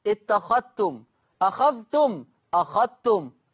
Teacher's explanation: ادغم ورش الذال الساكنه في التاء المتحركه